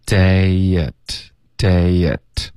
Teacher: 后面 day 跟 at 要添加一个很轻的 year 的音 day at,然后这个 a 的音呢 at 的梅花 a 我们就弱读成一个 a 就行了 day at day at,特的音省略 Day at work.